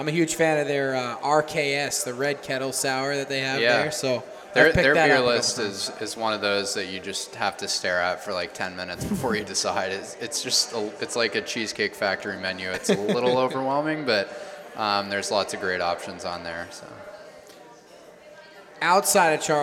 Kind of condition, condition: setting, busy venue